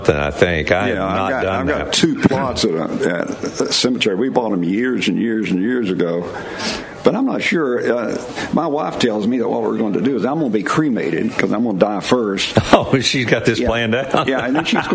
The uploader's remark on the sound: LIVE from the Clevelander on South Beach for the Super Bowl in Miami!